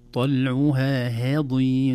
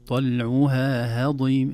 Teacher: المبالغة في الترقيق بتعطي صفة أقرب للتقليل أو الإمالة الصغرى · Shown in: first take